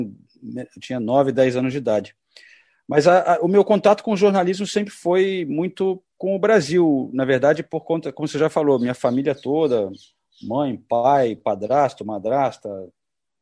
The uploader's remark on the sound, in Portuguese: Direto de Londres. Nessa mesa redonda virtual.